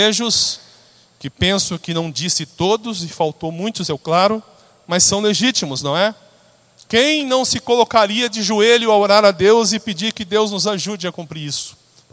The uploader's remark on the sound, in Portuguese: Na Celebração da Família da noite do dia 12 de Janeiro.